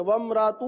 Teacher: وامرأته، ہاں بعض اس کو غلط پڑھتے ہیں، وم را تو پڑھ لیتے ہیں، حمزہ کو حذف کر دیتے ہیں